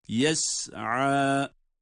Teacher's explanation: sin ince, عَيْن boğazın ortasından çıkan bir elif miktarıyla uzatacağımız